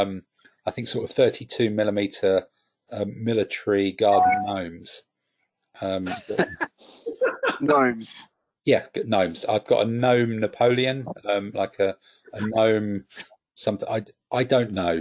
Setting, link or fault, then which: link, video call